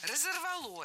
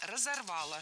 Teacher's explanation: Ударение на окончании не ставим. · Shown in: second take